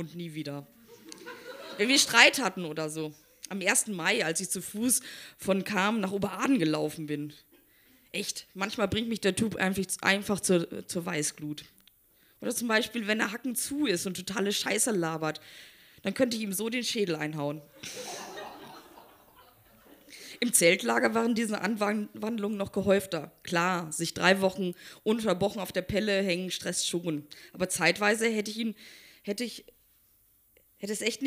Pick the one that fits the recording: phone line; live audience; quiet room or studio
live audience